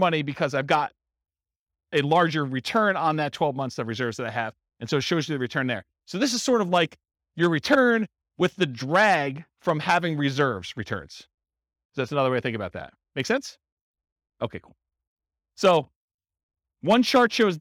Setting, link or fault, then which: setting, live audience